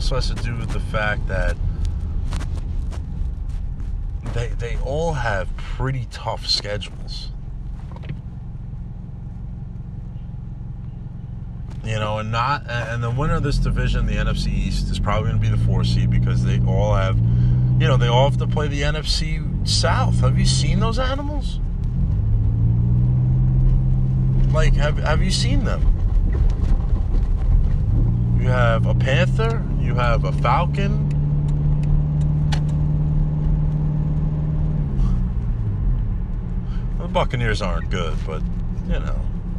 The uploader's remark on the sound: I rant on the game of football in my car.